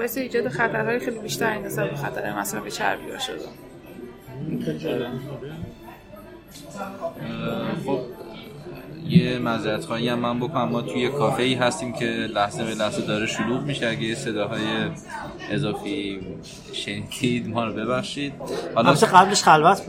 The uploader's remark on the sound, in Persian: این پادکست رو توی یک کافه در شهر تهران ضبط کردیم، برای همین صداهایی توی پسزمینه میشنوید و از این لحاظ با بقیهٔ پادکستهای دهان متفاوت شده.